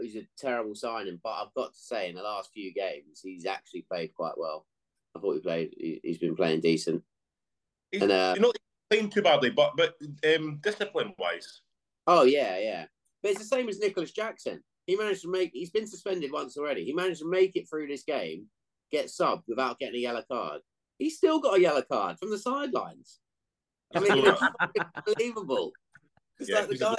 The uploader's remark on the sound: jumping back on Zoom